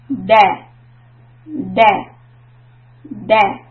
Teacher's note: the tip of the tongue. It's going to go and hit the upper front teeth, the back of the front teeth